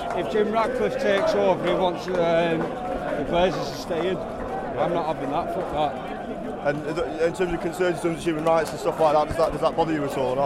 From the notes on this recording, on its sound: We join the protests outside Old Trafford and speak to United fans from all over.